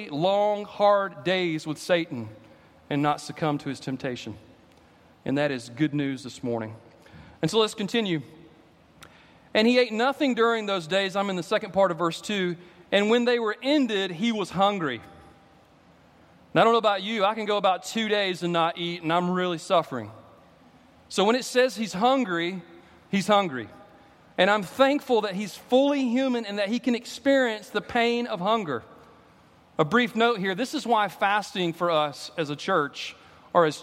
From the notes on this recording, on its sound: At Redeemer Presbyterian Church in Charleston, SC